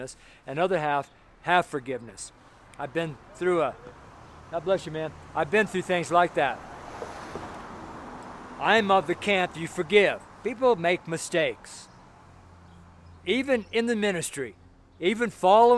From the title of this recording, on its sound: FRIDAY STREET SERMON